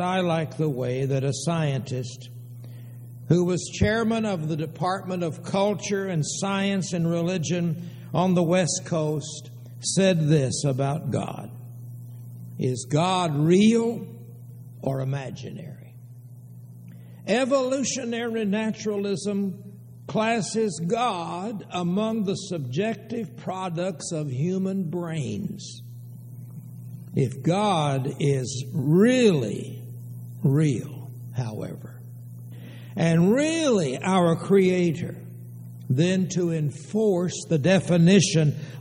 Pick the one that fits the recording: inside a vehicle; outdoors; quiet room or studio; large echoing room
large echoing room